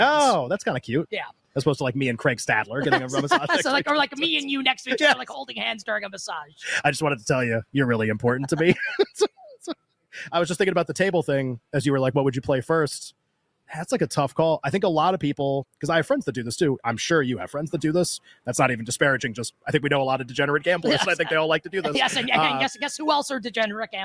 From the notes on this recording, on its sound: LIVE FROM VEGAS. LIVE FROM LAS VEGAS at Mandalay Bay!